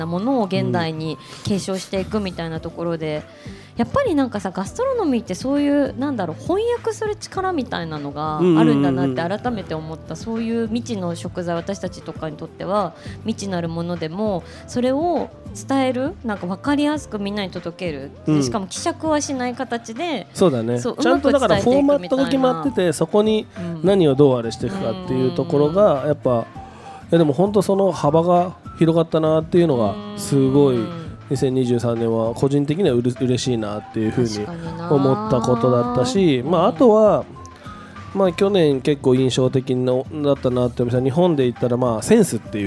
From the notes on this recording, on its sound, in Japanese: 番組がスタジオを飛び出して、虎ノ門ヒルズステーションタワーB2Fの「T-MARKET」へ出張収録をしてきました！素敵なフードと一緒にたっぷりお話した模様をお届けします。